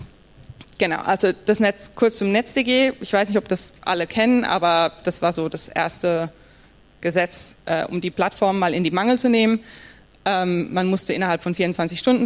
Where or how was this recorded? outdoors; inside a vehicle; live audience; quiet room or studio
live audience